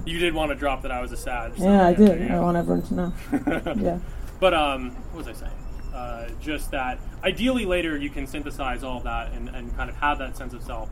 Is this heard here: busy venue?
yes